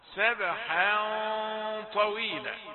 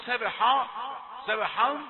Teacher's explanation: بعد نطق الحاء مرققة نبدأ نفخم الغنة وطولها حركتان لأنها داخلة على الطاء · Shown in: first take · Term: تفخم الغنة